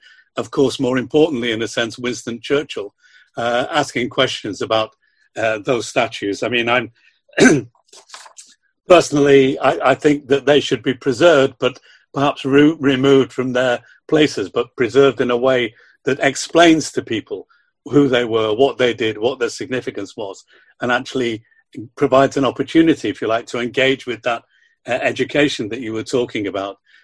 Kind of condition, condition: link, video call